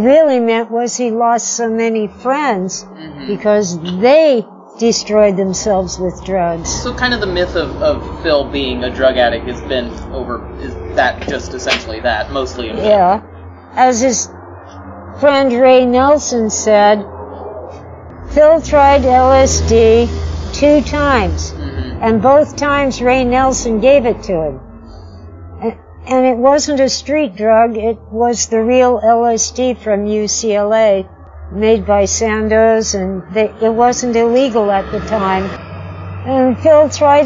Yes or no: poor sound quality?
yes